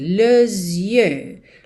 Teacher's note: e aí junta nesse S com som de Z